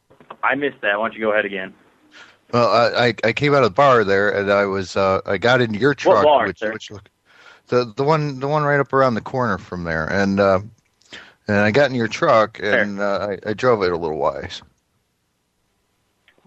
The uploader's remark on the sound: …'s Personal Prank Phone Calls Collection.